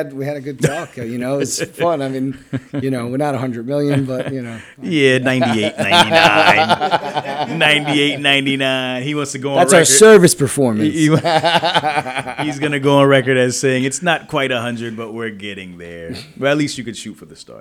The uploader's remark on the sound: Audio/Video Captured at the Event by Encore